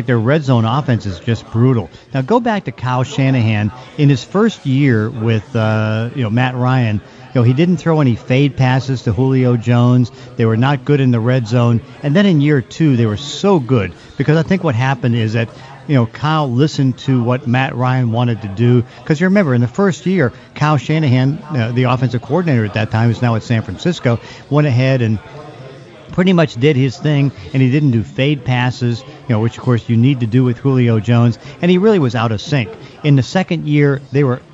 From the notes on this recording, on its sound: Live at Pearl Bar and Dining for Hawks Live!